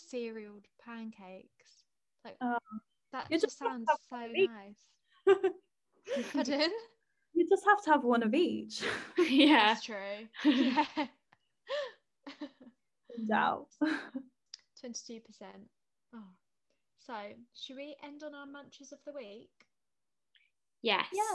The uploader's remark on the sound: chilled FaceTime vibes episode